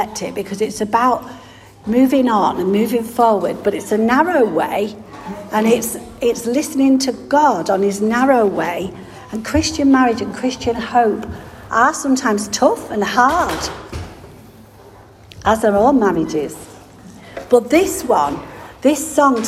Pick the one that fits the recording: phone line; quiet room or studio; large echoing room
large echoing room